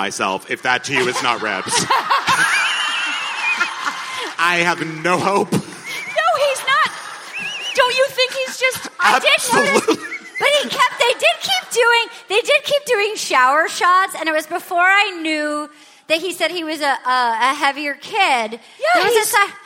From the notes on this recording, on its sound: LIVE AT SAN FRAN SKETCHFEST! Live at San Fransisco Sketchfest for a raucous afternoon with the most wild, wonderful unruly audience in podcasting!